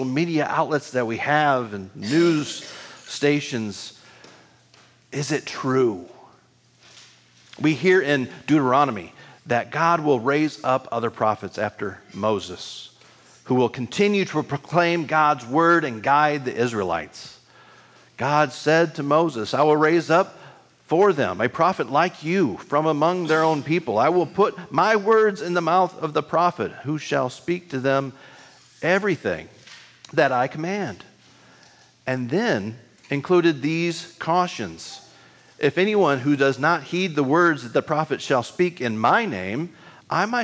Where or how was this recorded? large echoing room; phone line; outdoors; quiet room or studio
large echoing room